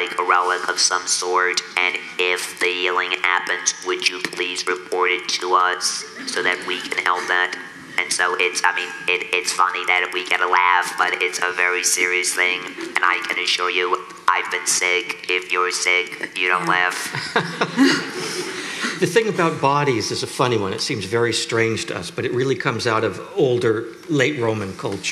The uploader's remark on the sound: at a Zócalo/Getty panel